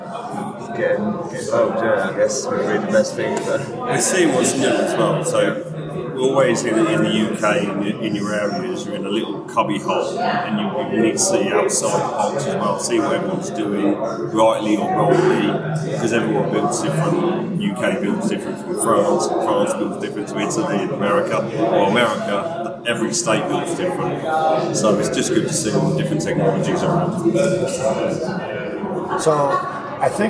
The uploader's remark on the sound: Recorded at the Passive House Network Conference.